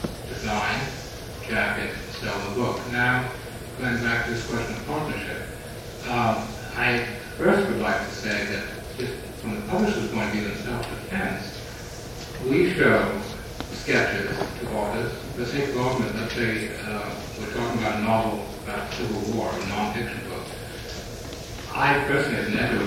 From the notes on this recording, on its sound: Organized by PEN's Author's Right to Information Committee. The floor is then opened to the audience for any comments or questions.